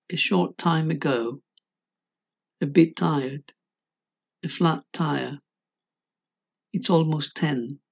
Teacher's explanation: Si se fijan, la primera T no suena, sino que se articula y luego se pronuncia la siguiente T. · Term: incomplete articulation